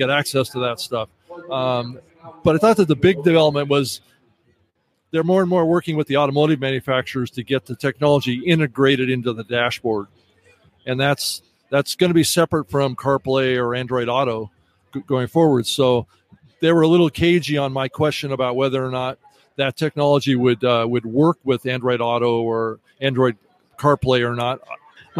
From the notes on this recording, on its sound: Joins us live from the showroom floor at CES.